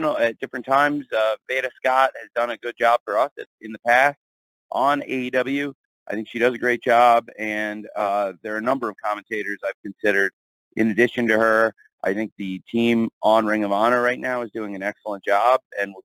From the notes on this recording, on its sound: Double Or Nothing 2023 Media Call. Audio used with permission of All Elite Wrestling.